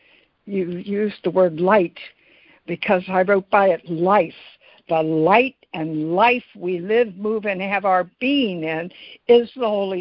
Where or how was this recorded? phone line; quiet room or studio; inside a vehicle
phone line